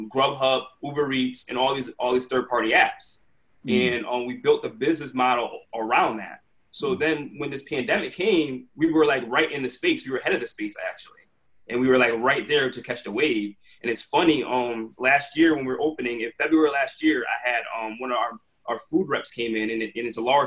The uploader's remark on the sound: Virtual Quadcast. Sits down virtually.